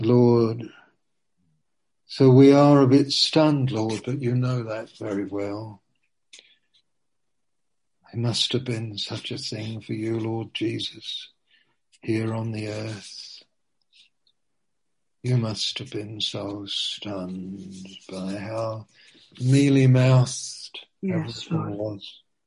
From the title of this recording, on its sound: (Zoom) - Teign Valley Sessions - 19:00